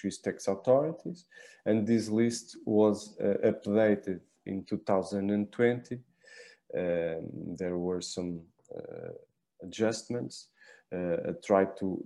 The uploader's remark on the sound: WEBINAR. For those joining us on Zoom.